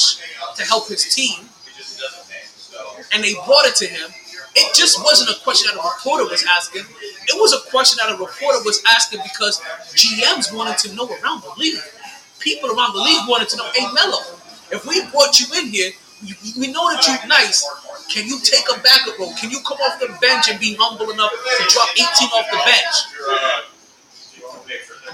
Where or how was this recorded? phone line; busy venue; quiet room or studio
busy venue